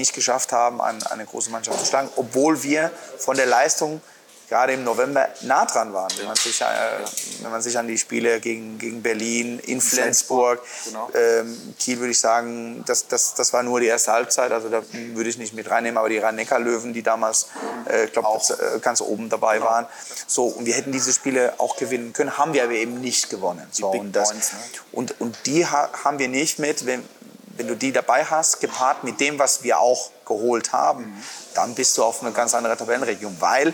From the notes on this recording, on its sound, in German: im Sportland Fitness in Erlangen aufgezeichnet